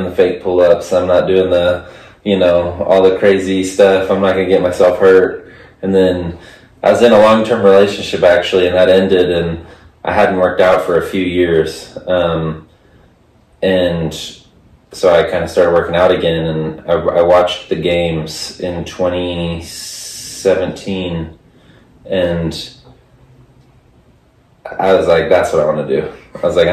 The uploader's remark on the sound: We had some trouble with the audio recording on this episode